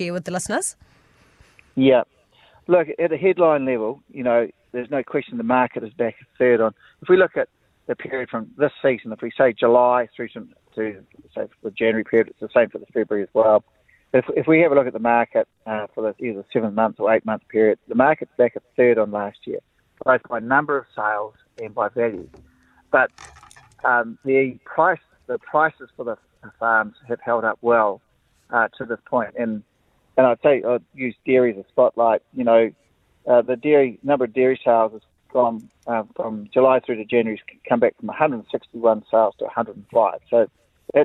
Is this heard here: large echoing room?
no